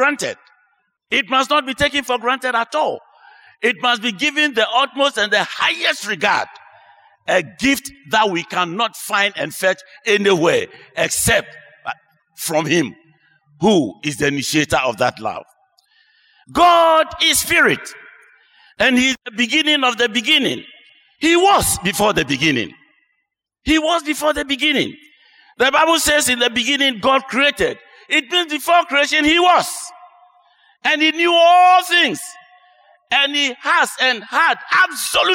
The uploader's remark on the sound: Sermon preached at CBC Shiashie Campus.